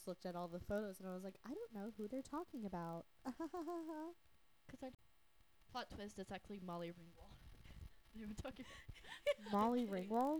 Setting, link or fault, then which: fault, poor sound quality